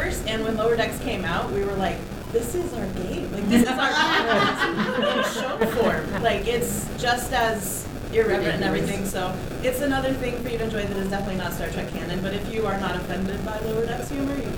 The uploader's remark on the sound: TusCon 50 Panel. In this panel room was some bad static and a electronic hiss, sadly the Wifi and Cell signal was so poor there was no Streaming happening as well. Panel Room 1.